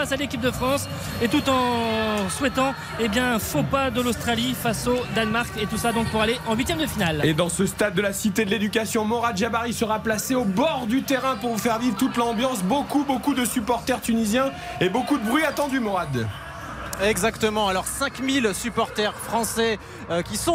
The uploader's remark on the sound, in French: en direct de Al-Rayyan